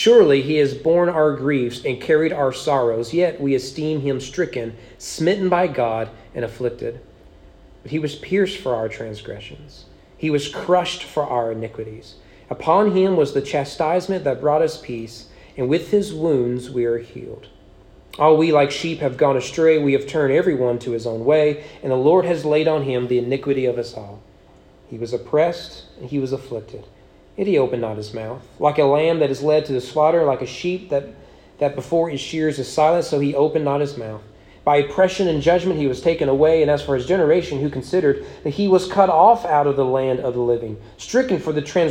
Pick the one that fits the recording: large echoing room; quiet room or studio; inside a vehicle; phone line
large echoing room